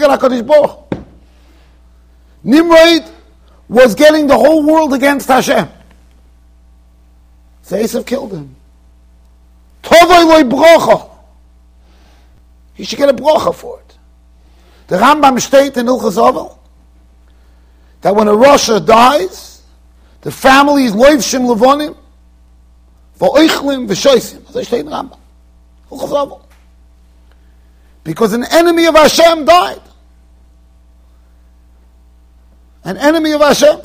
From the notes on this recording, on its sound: Shiur recorded in Yeshivas Ohr Reuven, Monsey NY.